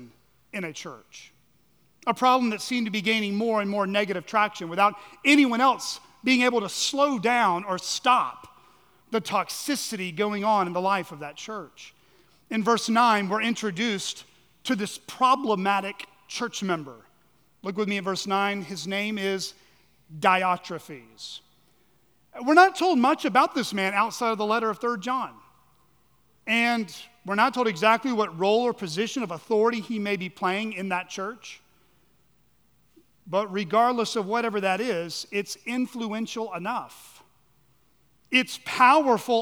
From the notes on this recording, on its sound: at Chaffee Crossing Baptist Curch in Barling, AR.